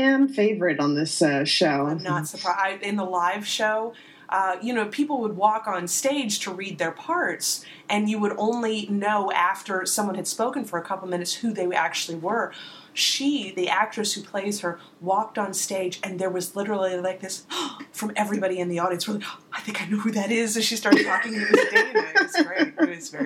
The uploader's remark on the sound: During their usual Sunday Skype talk. Randomly recorded a recap of the episode afterwards. Next time we promise to break out the good microphones.